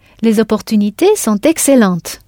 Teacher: I heard that T at the end of excellente